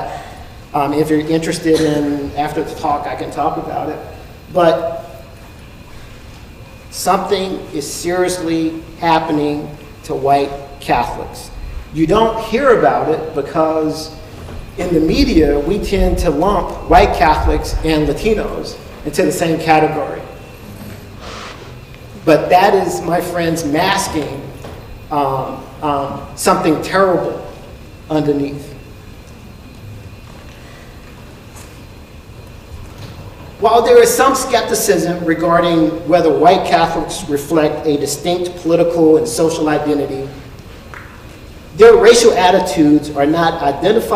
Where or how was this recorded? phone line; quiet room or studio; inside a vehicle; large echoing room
large echoing room